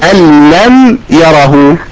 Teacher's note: أنا عندي النون مضغمة في اللام